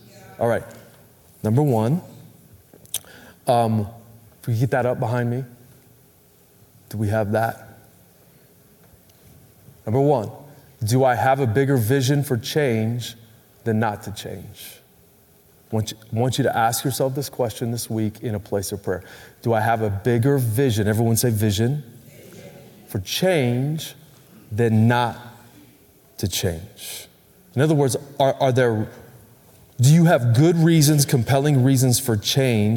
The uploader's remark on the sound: Recorded Live at Capital Church in Meridian, Idaho